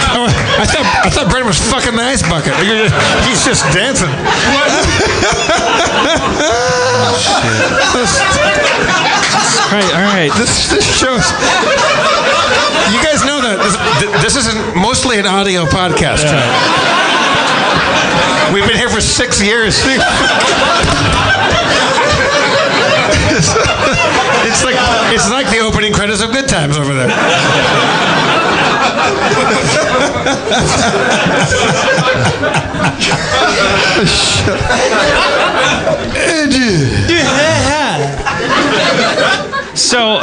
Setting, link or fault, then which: setting, live audience